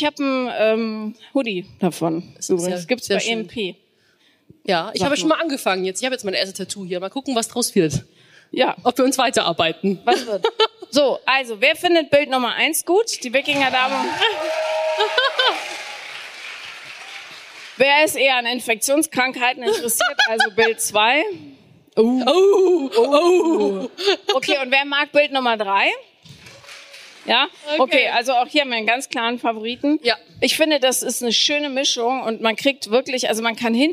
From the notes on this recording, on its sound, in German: Auf dem Hear&Now Podcast Festival in Köln. Werden dabei tatkräftig und lautstark vom Publikum unterstützt.